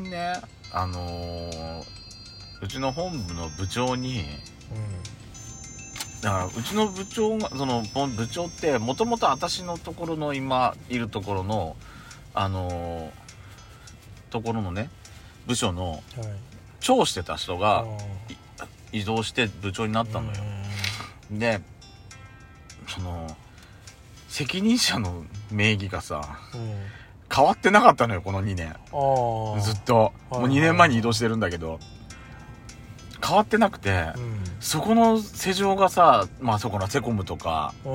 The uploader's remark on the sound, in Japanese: パーキング収録